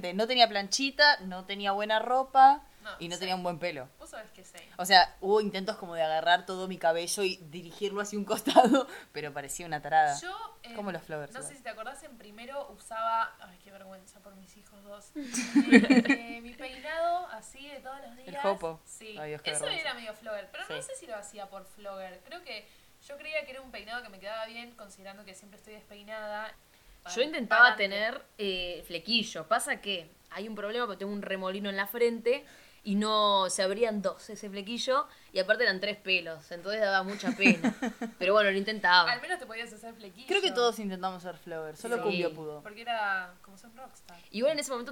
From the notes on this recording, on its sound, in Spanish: Un debate tranqui en casa sobre las redes sociales. El audio siempre es una porquería.